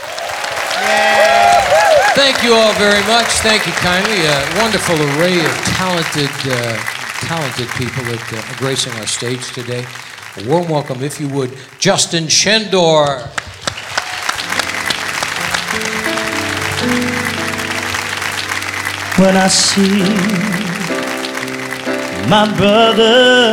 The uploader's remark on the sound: Live at the SouthPoint Casino.